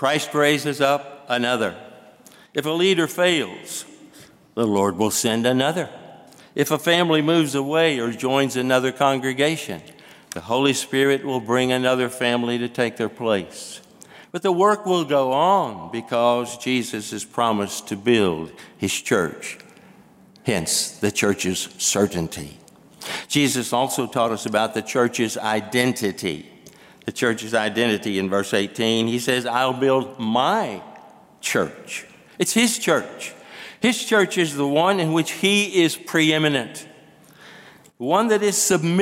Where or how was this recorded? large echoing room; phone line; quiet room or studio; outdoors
large echoing room